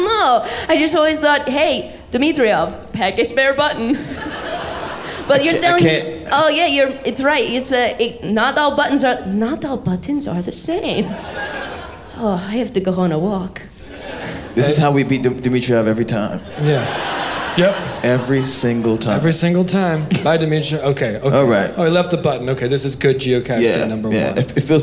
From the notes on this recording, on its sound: live from Clusterfest in San Francisco